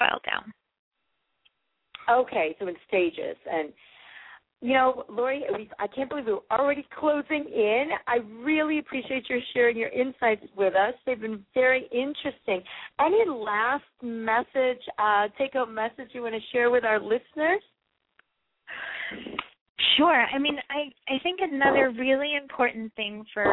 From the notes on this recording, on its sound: Call-in